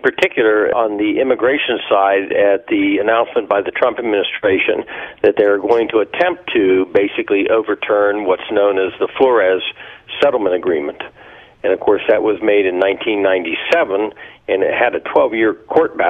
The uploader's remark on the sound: The listeners call in with their votes of Trump's worst offenses.